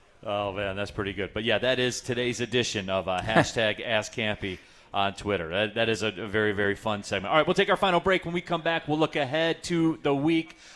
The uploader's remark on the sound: live from RJs Pub in Rochester Hills